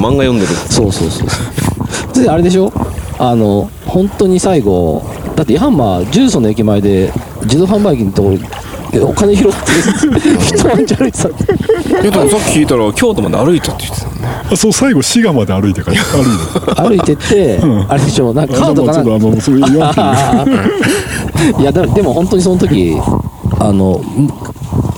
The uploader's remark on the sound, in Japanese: 収録場所 洪庵キャンプ場 （山梨県 本栖湖）。今回は、関西圏を飛び出し旅行先の山梨県本栖湖の。ゆるキャン△の聖地、洪庵キャンプ場で収録致しました。富士山が奇麗に見える本栖湖で。